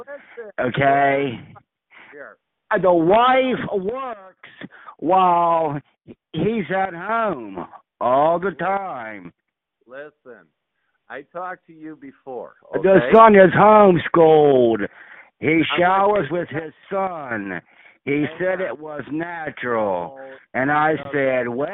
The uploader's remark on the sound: Conference Call